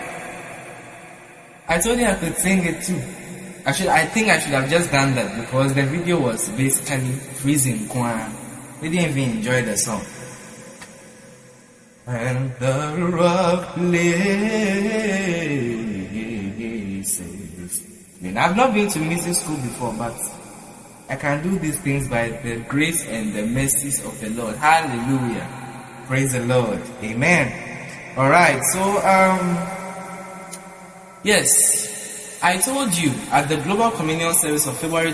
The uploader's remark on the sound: Preached at The EFPAP & Midweek Service, LIVE at the Love Arena Church, Accra - Ghana.